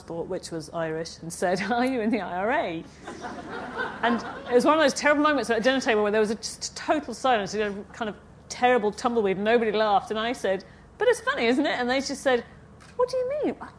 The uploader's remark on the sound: at Edinburgh International Book Festival (edbookfest)